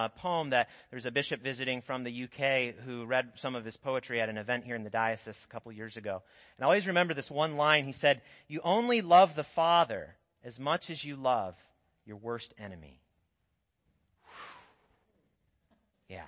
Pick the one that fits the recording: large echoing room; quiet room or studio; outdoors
large echoing room